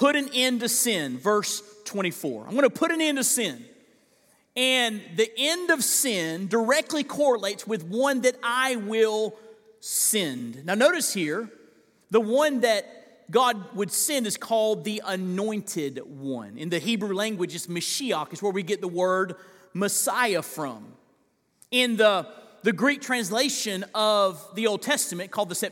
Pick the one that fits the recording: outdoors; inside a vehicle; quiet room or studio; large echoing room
large echoing room